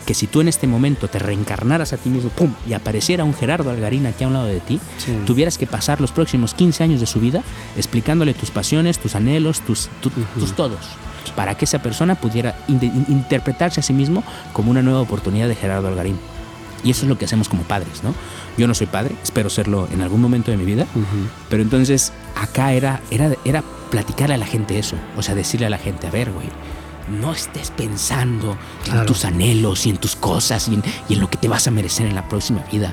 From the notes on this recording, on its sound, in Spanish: Una larga plática en el jardín de su casa.